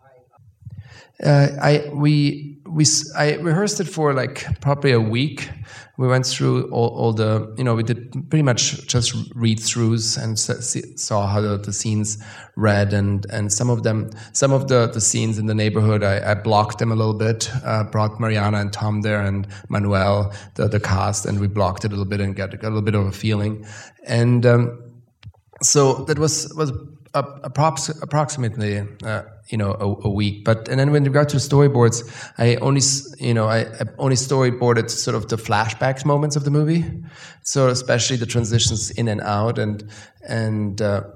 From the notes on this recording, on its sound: In a Q&A at the DGA theater in Los Angeles.